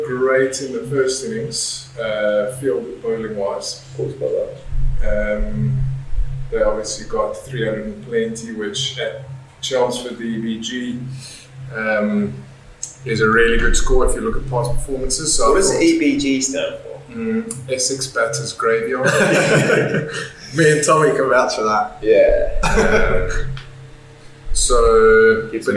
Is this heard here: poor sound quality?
yes